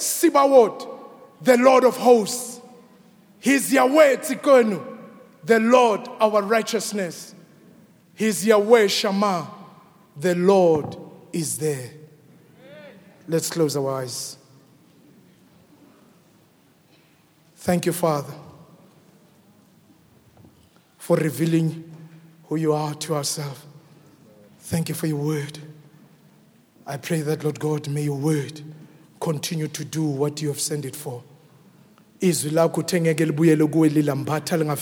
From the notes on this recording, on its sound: Preached at Grace Bible Church Pimville on the 22nd of May 2022 at the 7am Service.